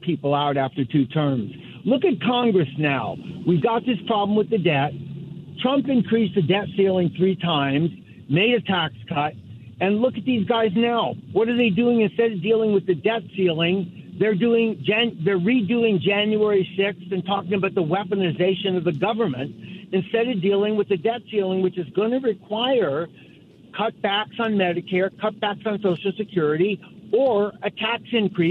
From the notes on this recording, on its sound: open phone Friday